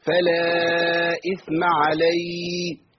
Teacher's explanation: وفي ناس بتقف على عليه بحذف الهاء